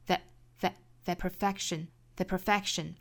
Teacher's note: That 后面 t 省掉，这个词虽然元音是强读式，但是这个词没有必要把它做重读，所以我们读起来也是很快的很短的